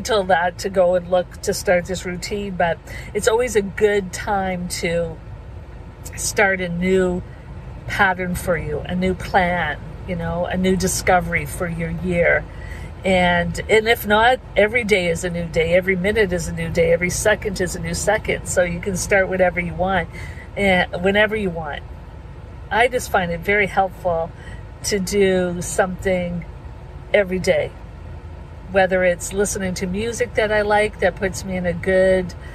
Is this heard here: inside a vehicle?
yes